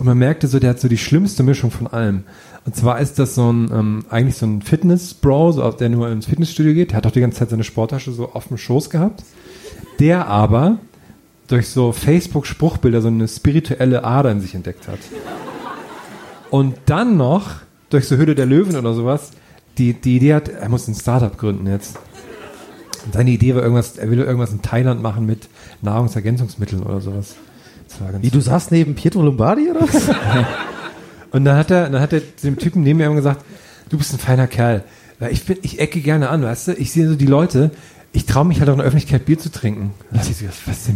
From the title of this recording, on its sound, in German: Erlebnisbahnhof LIVE